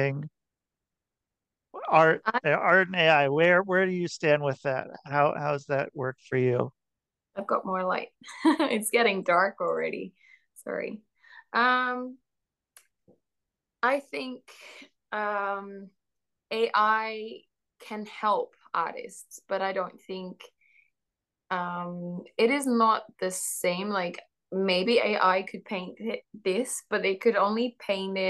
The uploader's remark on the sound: Zoom Meeting